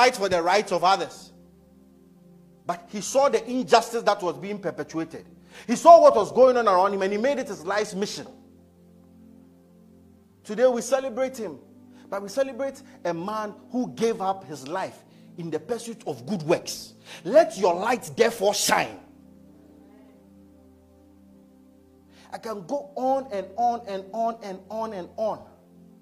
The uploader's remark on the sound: Message preached at ICGC Rehoboth Temple - Toronto